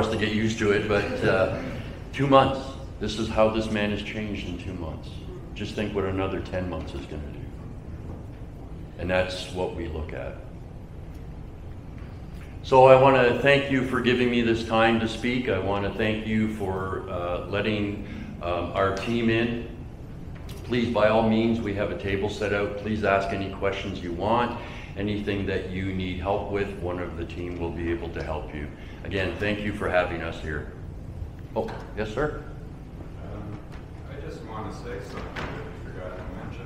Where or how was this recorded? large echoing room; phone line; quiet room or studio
large echoing room